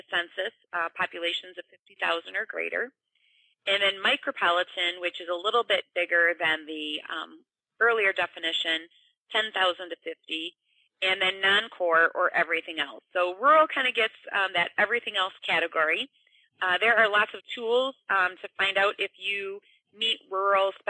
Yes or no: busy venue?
no